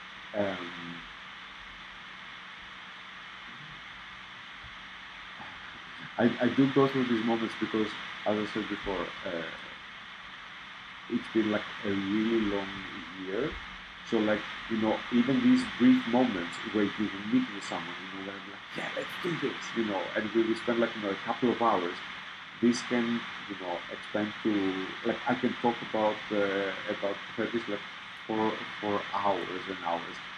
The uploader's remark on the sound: The sound in the last 15-20min is a bit distorted due to some technical issues